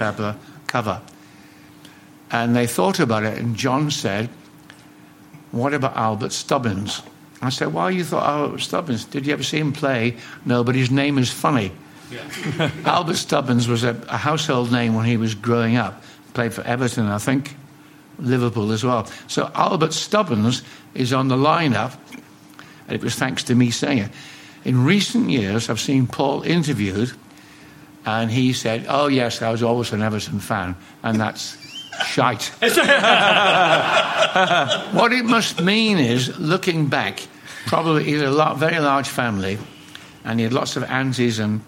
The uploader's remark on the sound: Here is a special #SpursShowLIVE, recorded in an intimate setting and the first of many more.